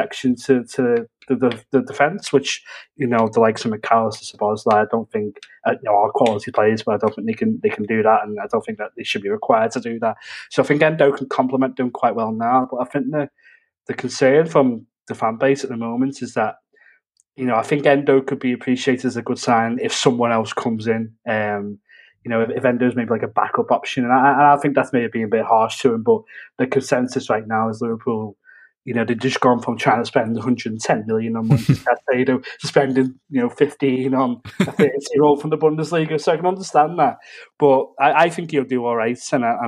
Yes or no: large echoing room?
no